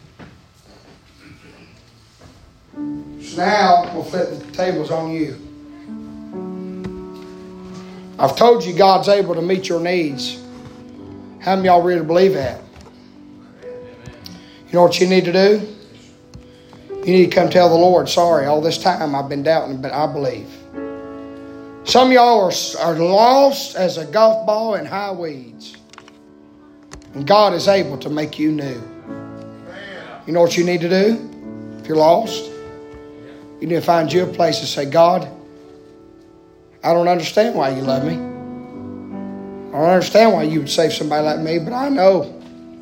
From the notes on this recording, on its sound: preaching live from Still Water Baptist Church